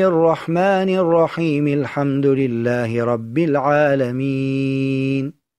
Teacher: فاعترض السكون المأتي به لأجل الوقف حرف الياء وهو حرف المد، فيطال الياء مقدار حركتين أو 4 حركات أو 6 حركات · Term: المد العارض